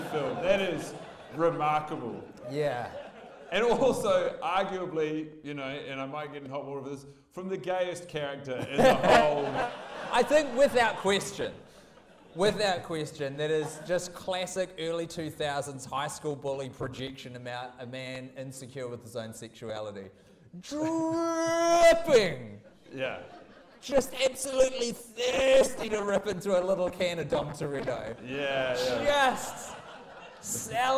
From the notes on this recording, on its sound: Recorded in front of a packed-out audience at the beautiful Hollywood cinema in the Avondale neighborhood of Auckland. The audio quality is questionable.